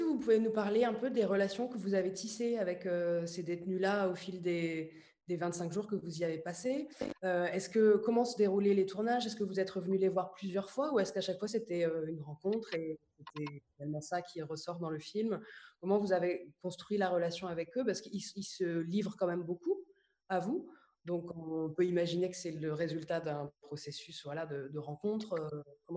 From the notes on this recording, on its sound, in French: Rendez-vous virtuel proposé sur Zoom par l'équipe de La Baleine.